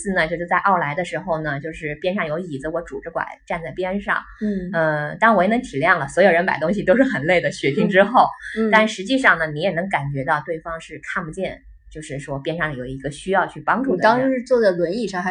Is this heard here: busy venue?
no